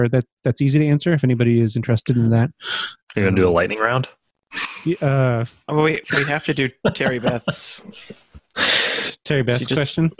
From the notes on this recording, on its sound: While the world is staying indoors and away from others to stem the surging tide of COVID-19, we recorded a special episode live, as Zoom webinar.